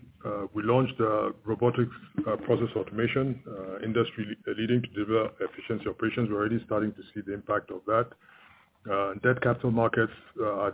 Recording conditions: phone line